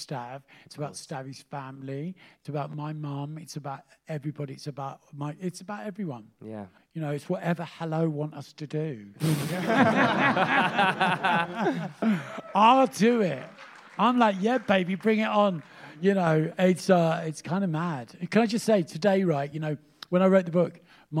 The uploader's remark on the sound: Live at Cheerful Earful Festival Part 2.